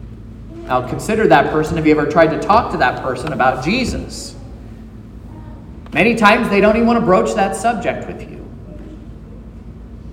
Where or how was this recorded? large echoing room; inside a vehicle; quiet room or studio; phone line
large echoing room